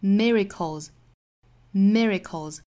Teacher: miracle 后面加的 s 读浊辅音的 z